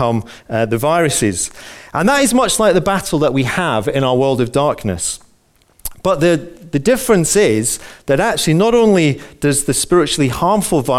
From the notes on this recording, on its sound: Recorded on 08/11/15 at our Moseley gatherings